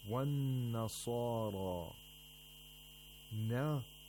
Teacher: The sad and the ra are pronounced with tafkhim, while everything else is pronounced with tarqiq. Sad is actually a seen with tafkhim.